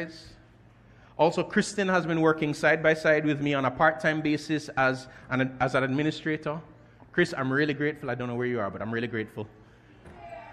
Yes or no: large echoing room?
yes